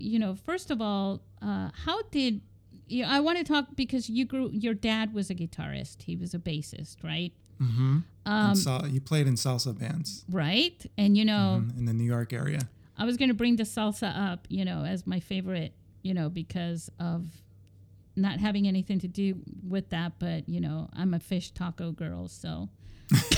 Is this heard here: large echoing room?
no